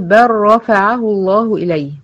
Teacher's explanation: واجب، لأن ده من المواضع الواجبة عند حفص. كامل، حصل إدغام بالكلية وشدة الحرف التاني بدون غنة · Term: إدغام متقاربين صغير